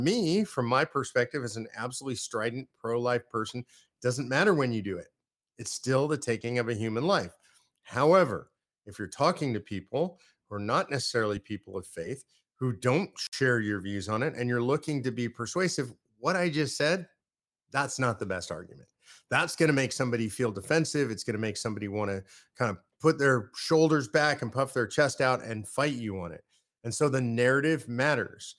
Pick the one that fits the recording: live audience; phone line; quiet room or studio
quiet room or studio